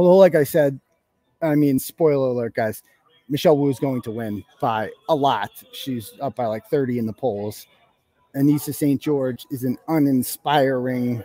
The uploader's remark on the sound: Live show starting early for reporting on the election results as they come in. Coverage took place in a public location, so sound quality and interruption varies throughout.